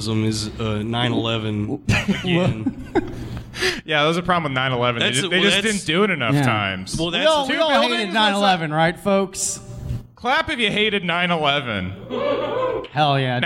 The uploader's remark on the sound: Live from the Tiny Penis